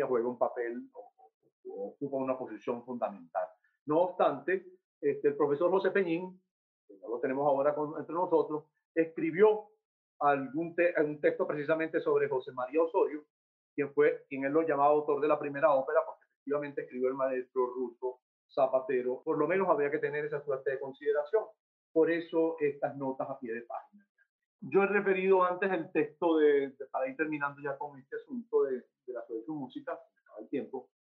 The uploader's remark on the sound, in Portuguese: Plataforma ZOOM